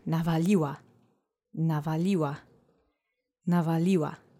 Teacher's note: Notice the accent changes to the penultimate syllable.